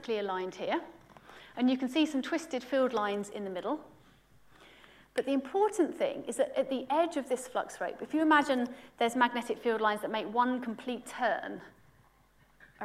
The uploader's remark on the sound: UCL Lunch Hour Lecture